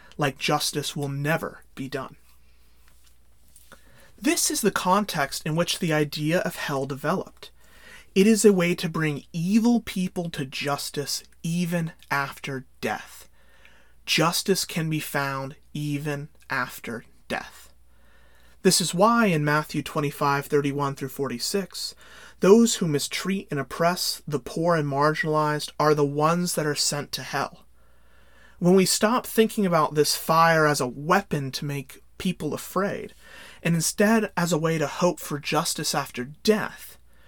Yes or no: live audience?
no